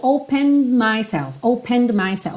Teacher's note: esse opened, você quase não ouve o D, porque o E já não é pronunciado, então opened myself, fica muito sutil.